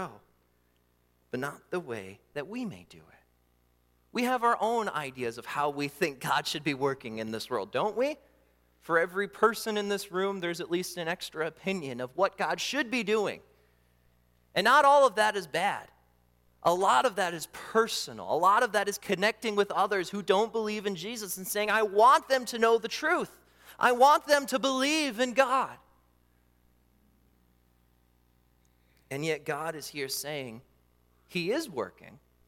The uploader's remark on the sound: during the Morning Worship Service on Sunday, October 22, 2023, at Calvary Baptist Church in Battle Creek, Michigan